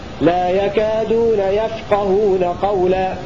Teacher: قوله وفي يفقهون الضم والكسر شكلا، أي قرأ حمزة والكسائي بضم الياء وكسر القاف في لا يكادون يفقهون قولا، يفقهون بضم الياء وكسر القاف من أفقه يفقه. وقرأ الباقون بفتح الياء والقاف هكذا لا يكادون يفقهون قولا من فقه الثلاثي